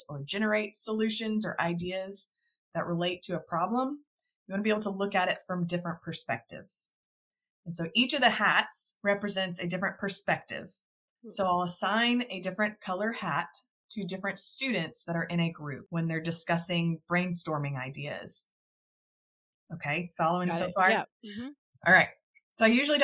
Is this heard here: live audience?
no